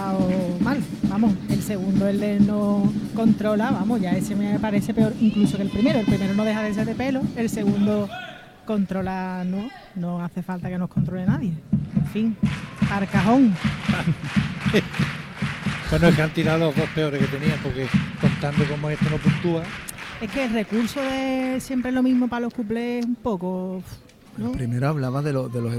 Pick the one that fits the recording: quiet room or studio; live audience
live audience